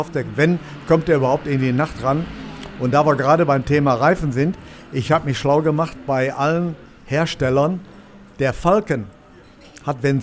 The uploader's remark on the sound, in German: Live in der Box von Schnabl Engineering.